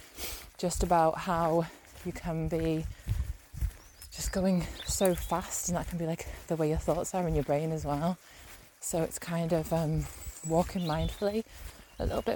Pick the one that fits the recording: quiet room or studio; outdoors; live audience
outdoors